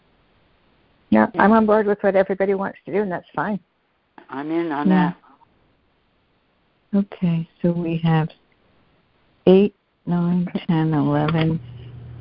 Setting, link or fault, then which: link, phone line